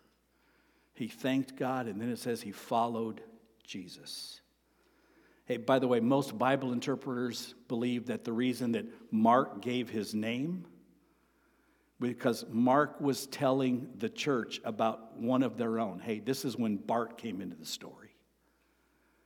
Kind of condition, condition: setting, large echoing room